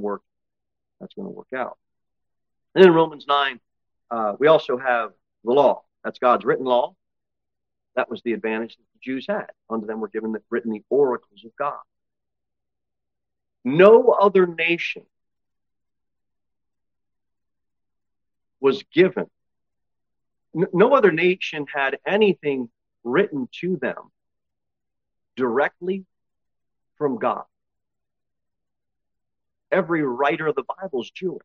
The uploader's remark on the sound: Sermon delivered at Pilgrim Baptist Church on Sunday, July 23, 2023, at 11-15 am. Jere Whitson Rd. Cookeville, TN 38501.